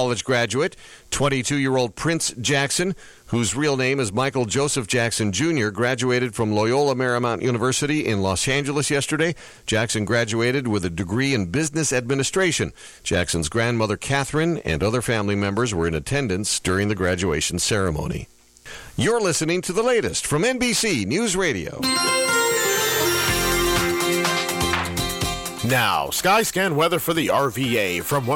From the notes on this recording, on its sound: Recorded live at Sports Page Grille Ashland, as heard live on 102.9 The Mater.